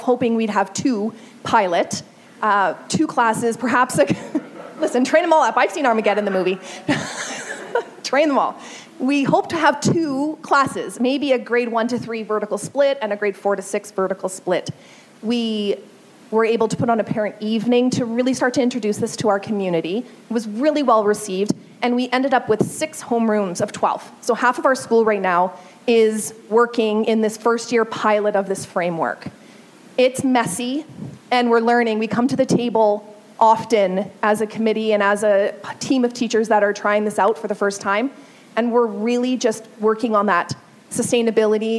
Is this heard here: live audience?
yes